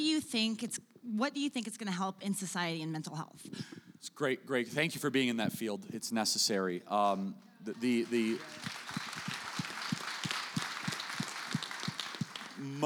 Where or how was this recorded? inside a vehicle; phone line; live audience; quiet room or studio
live audience